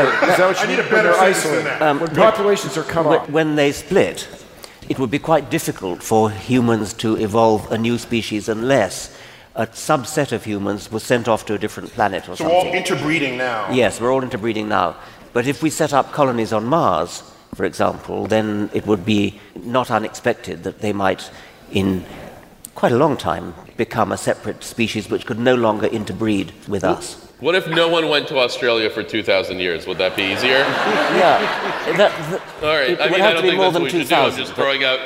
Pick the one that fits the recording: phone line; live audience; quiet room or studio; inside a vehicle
live audience